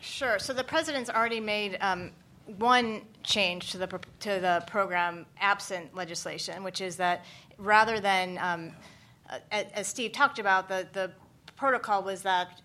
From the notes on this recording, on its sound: Audio from "The National Security Agency at the Crossroads," a public conference held by the Robert Strauss Center for International Security and Law and the William Clements Center for National Security at the University of Texas at Austin.